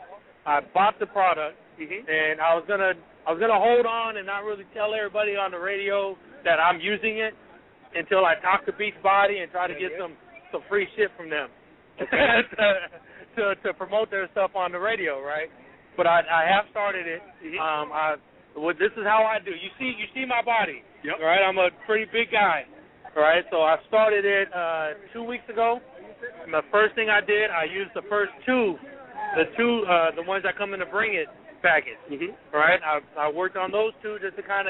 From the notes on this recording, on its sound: Live from The Oakland Coliseum.